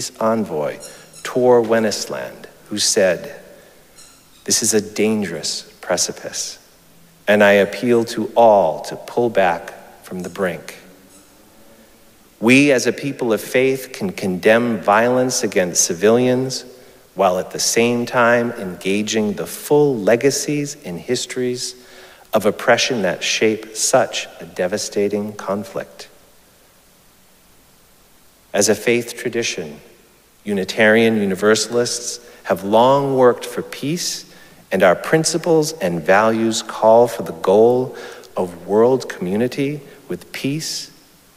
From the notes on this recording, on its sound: Recorded live at Arlington Street Church